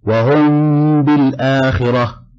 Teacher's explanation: فلإخفاء الميم عند ملاقاتها بالباء للتجانس بينهما مخرجا وصفة. وأما تسميته شفوية فلأن الباء والميم يخرجان من الشفتين، وهذه التسمية على القول المختار من أهل الأداء. · Term: الإخفاء الشفوي